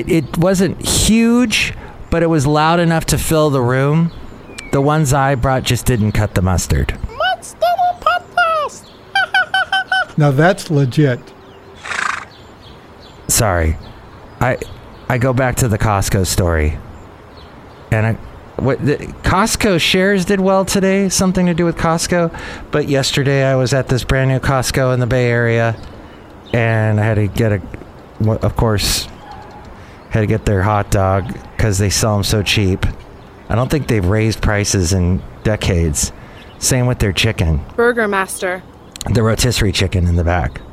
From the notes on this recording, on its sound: podcasts live from Café Anyway